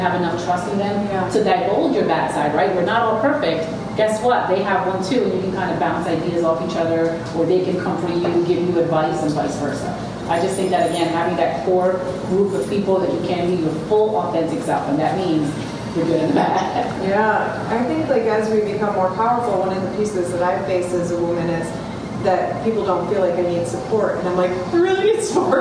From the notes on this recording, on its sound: Recorded Live From Athleta NYC. Today on the podcast is a recording of a recent live event called Unstoppable: A Women’s Conversation. Please excuse the background noise.